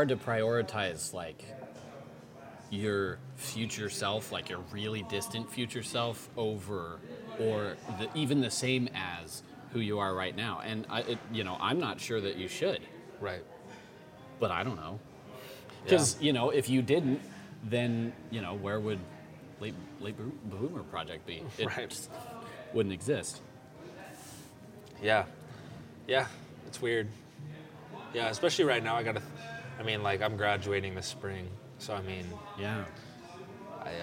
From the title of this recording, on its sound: Recorded on 2-25-2020 at The Public House